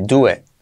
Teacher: la T casi no se dice, do it. Y la I como E.